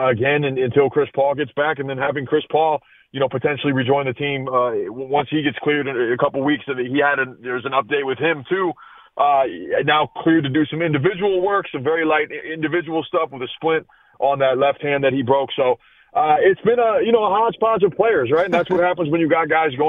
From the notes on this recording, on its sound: Your phone calls.